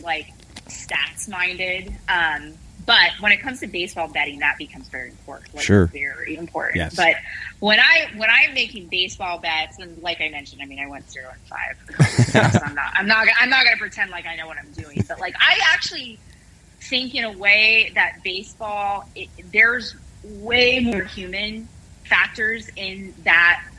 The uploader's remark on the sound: On the phone from the great state of Texas